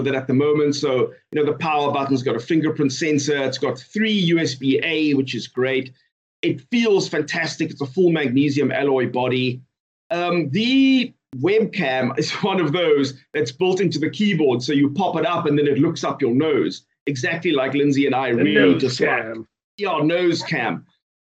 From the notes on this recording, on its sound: Recorded via Skype